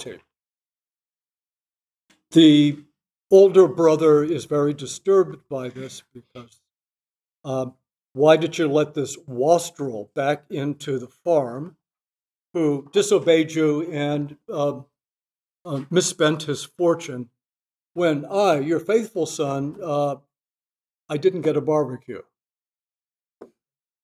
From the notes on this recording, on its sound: This lecture was given on June 12, 2023 at the Dominican House of Studies in Washington, D. As part of the 2023 Civitas Dei Summer Fellowship.